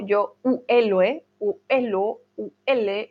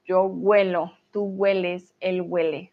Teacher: Si pronunciamos mucho la u al principio, es más como si fuera una u, uh, más o menos, yo huelo, tú hueles, él huele, es casi como una g ahí escondida · Shown in: second take